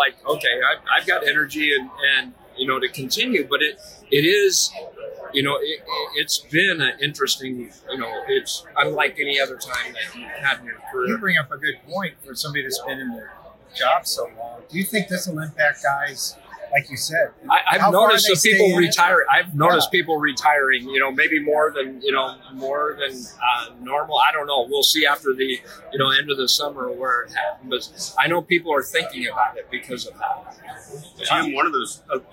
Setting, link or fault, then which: setting, busy venue